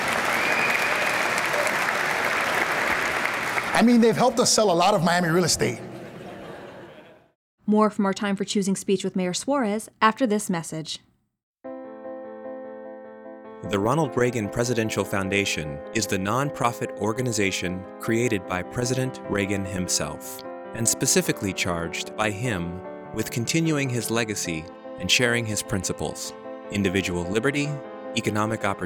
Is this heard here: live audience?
yes